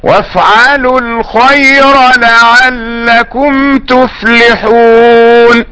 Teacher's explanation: الراء في اللام لم تدغمها، ليس هناك إدغام، إظهار، لأنها فتحت بعد ساكن، الراء مفتوحة بعد الياء الساكنة.